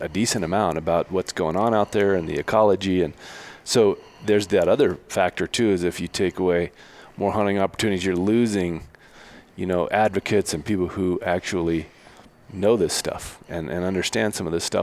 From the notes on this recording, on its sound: while at the Western Association of Fish and Wildlife Agencies conference